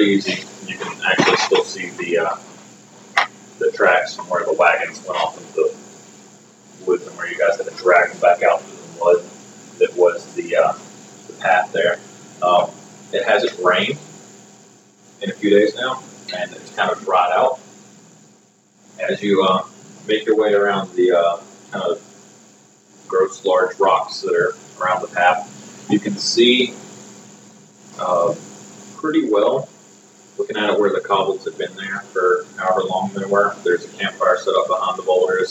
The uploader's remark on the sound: Apologies about the audio quality on this episode and the one before it.